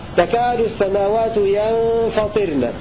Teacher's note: يقرؤون بالنون ساكنة وكسر الطاء مخففة هكذا تكاد السماوات ينفطرن، ويلزم منه ترقيق الراء لأن قبلها حرف مكسور.